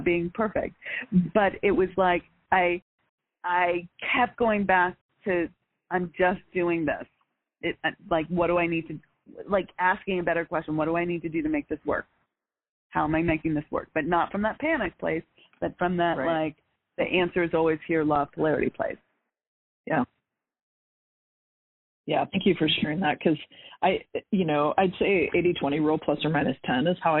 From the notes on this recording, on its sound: All of these coaching calls have been recorded with permission from my clients.